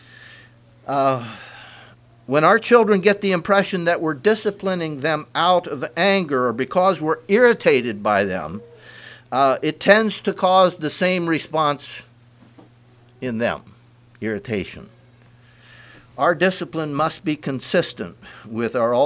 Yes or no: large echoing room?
yes